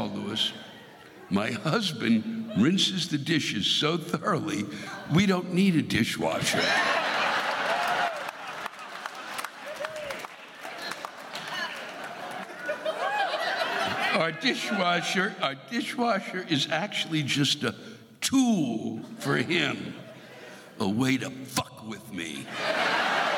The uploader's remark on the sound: The live rants come from this past weekend’s shows in McCallum Theatre in Palm Desert, CA and the Balboa Theatre in San Diego, CA